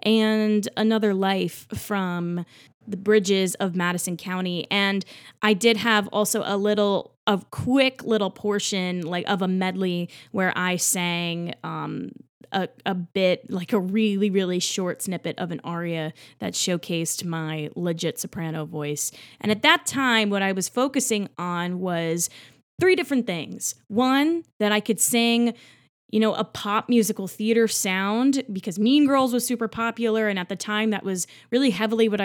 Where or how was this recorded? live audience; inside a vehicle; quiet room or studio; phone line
quiet room or studio